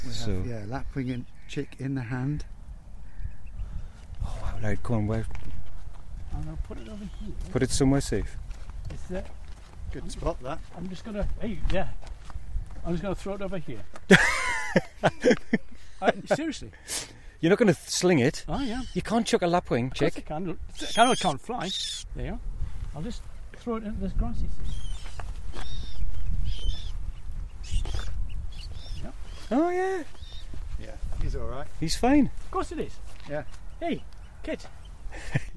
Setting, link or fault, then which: setting, outdoors